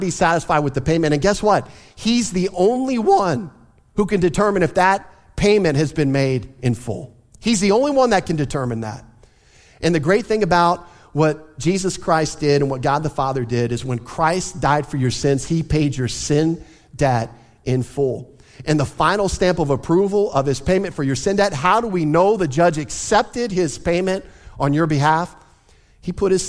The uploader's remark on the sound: Easter Sunday Service